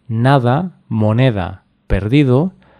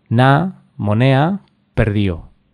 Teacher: la omisión de la pronunciación de la letra D también ocurre cuando la D se encuentra entre dos vocales cualquiera · Shown in: second take · Por ejemplo, en lugar de nada, moneda, perdido, dirían na, monea, perdió.